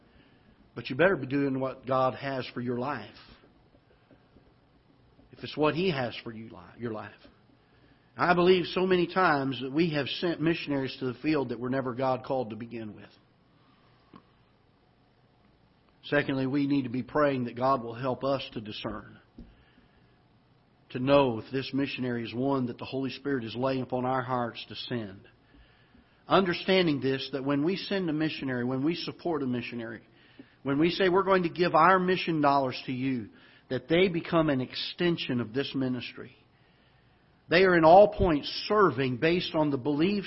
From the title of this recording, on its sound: Ketha Heights Baptist Church ~ Live Broadcast